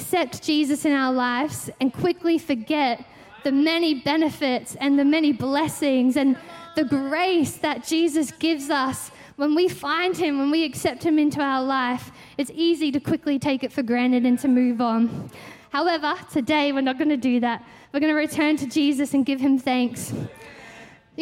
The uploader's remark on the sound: Christmas At C3 Powerhouse. Recorded during our 9am service on Sunday, the 31st of December 2023.